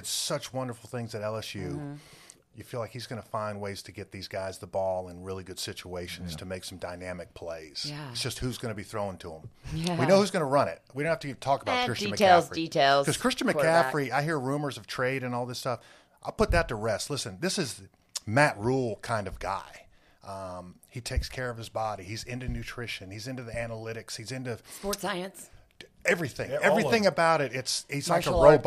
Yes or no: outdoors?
no